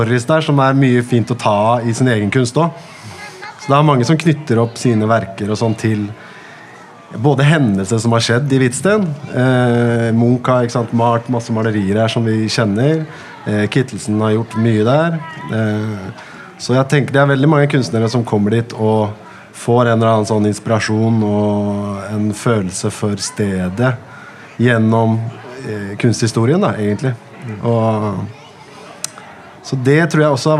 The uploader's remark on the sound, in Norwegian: Samtalen foregikk under programslippet i Vestby